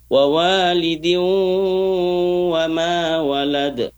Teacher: Kemudian ada idgham bi gunnah wa walidin, dengungnya ke hidung. Wa walidin, jangan di mulut saja, walidin, tapi ke hidung.